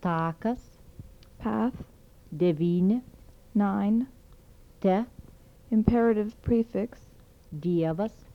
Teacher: Dental stops without palatalization.